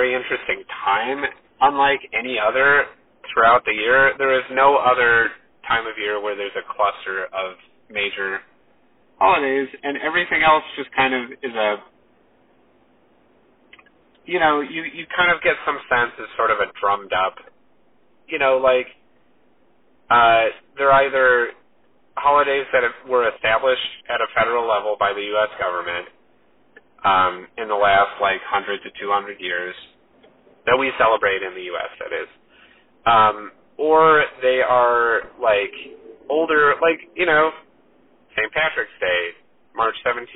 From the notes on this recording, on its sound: Super sorry for the potato audio quality on this one!! I accidentally recorded through my car speaker. Just imagine we're on a phone call.